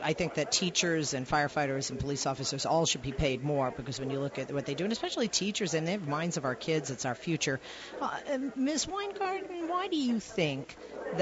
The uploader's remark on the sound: live from the American Federation of Teachers' 'TEACH 2015' Conference